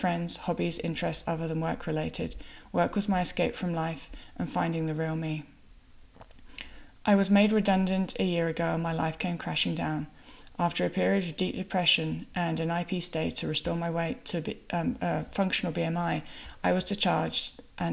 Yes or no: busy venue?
no